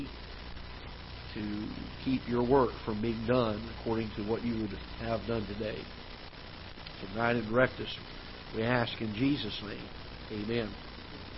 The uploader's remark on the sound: Ketha Heights Baptist Church ~ Live Broadcast